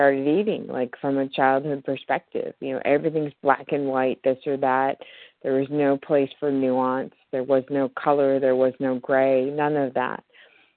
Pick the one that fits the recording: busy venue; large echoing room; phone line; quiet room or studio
phone line